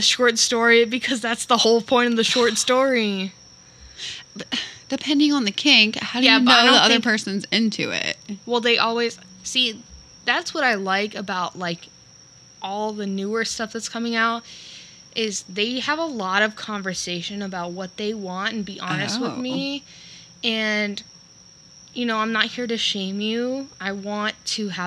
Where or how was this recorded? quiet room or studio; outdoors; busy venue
outdoors